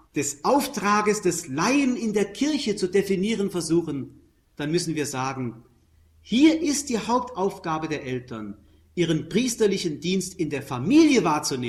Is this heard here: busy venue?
no